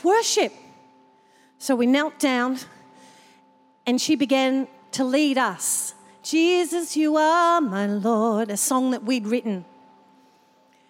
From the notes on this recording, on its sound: This was recorded in our 5pm service on the 8th of Januray, 2023